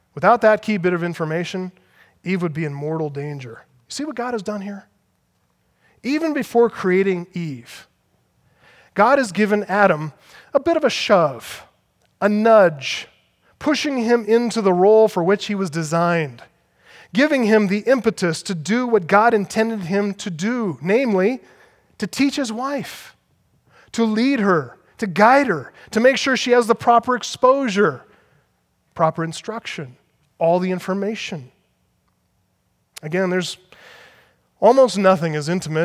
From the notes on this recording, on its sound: Audio from the Act Like Men Conference in Northern Colorado, October 23 - 24th, 2015.